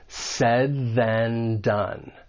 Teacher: Your tongue is at the top part of your mouth behind your front teeth, and you're going to release right into that voice th, and then said then. Now that final n sound, and then once again your tongue is at the top behind your front teeth, but now you're going to release right into that d sound in done. · Term: co-articulation